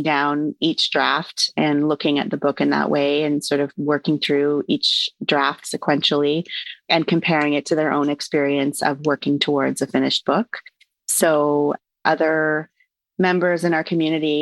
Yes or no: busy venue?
no